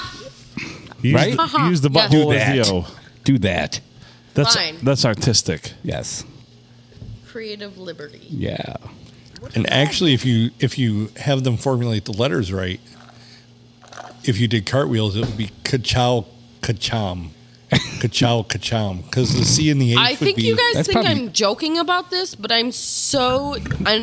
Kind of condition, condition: setting, busy venue